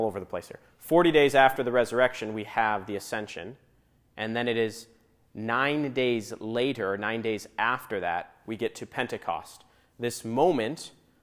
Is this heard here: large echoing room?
yes